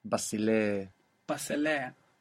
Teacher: we need to put in that little helping vowel to split up those three consonants, those two S's of bus and the L of le.